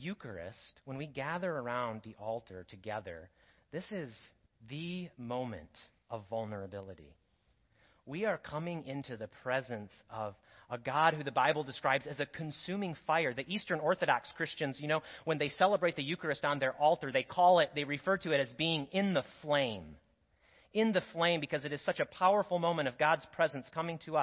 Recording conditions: large echoing room